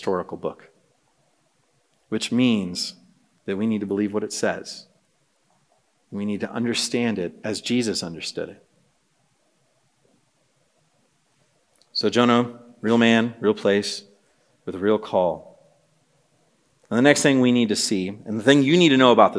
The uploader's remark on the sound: This message was preached on February 1, 2024 at a Thursday Night Gathering of Coram Deo College Ministry.